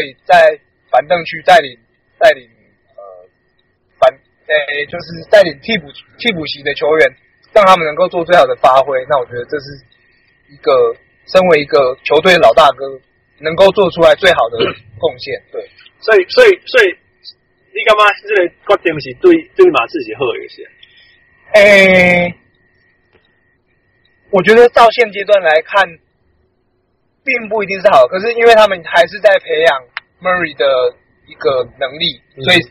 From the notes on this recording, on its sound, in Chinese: 車上錄音音效不好請見諒